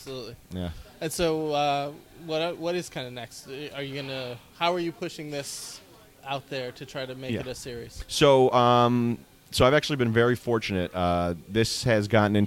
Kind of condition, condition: setting, busy venue